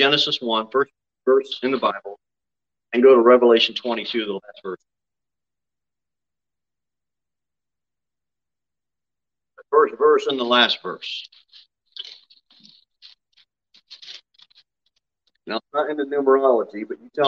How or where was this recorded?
large echoing room